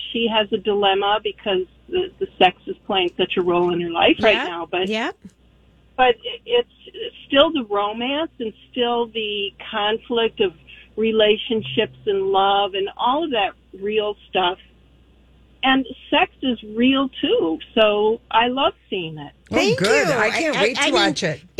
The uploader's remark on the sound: Mytalkers call